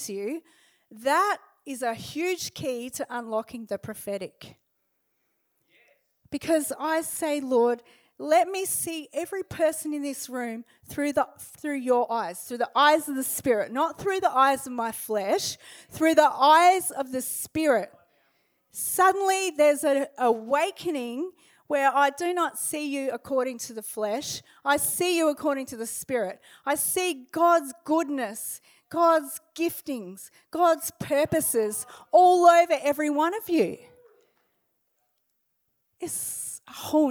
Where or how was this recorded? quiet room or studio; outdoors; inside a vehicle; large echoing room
large echoing room